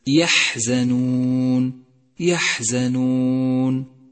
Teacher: لاحظ صفة الهمس لحرف الحاء في كلمة يحزنون يحزنون، فلا بد من جريان النفس معه ليتقوى في مخرجه.